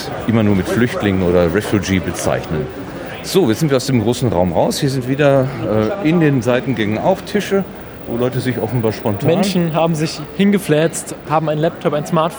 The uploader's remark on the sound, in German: RMN033 #32C3 Rundgang. Treppauf, treppab.